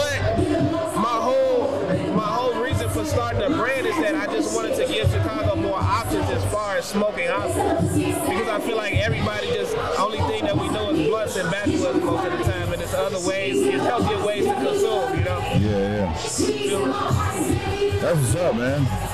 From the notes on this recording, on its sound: listen in as I set up live at our first ever Guest appearance at the Zalloween Event